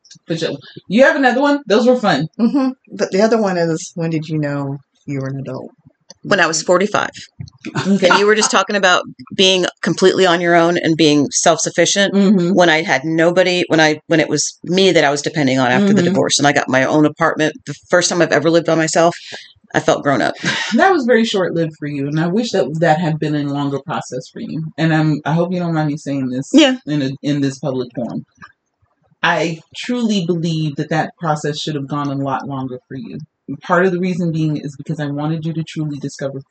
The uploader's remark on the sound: Sound issues still tried to derail us